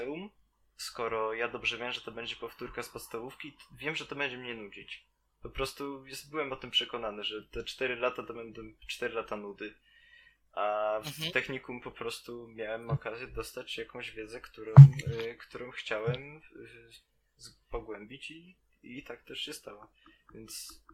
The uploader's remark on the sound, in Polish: Przepraszamy za problemy dźwiękowe